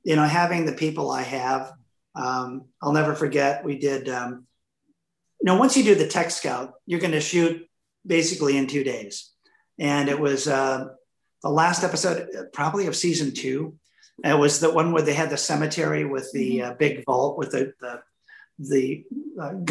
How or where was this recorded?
video call